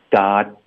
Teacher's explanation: 特的音呢我们要省略导致一个停顿